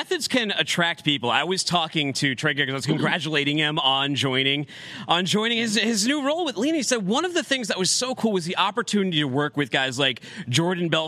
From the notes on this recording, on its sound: LIVE from the FreightWaves 3PL Summit